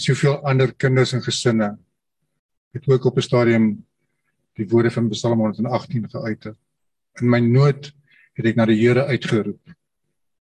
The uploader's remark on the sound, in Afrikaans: Manne van die Woord Zoom Byeenkoms